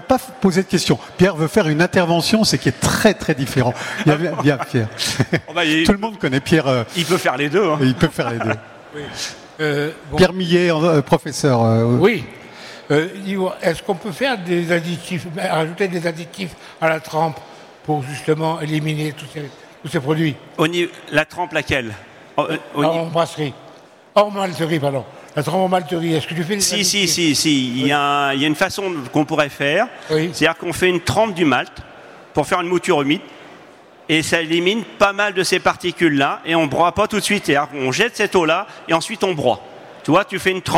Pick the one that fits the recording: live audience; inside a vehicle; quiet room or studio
live audience